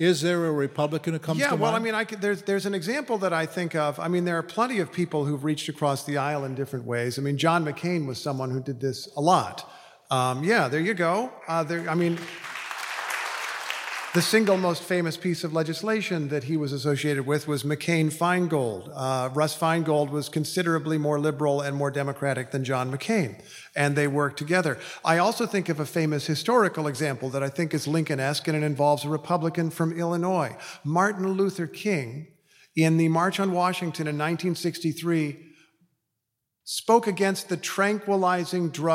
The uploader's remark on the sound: Speaking at the Westminster Town Hall Forum. This program was recorded in front a live audience at Westminster Presbyterian Church in downtown Minneapolis on October 7, 2023.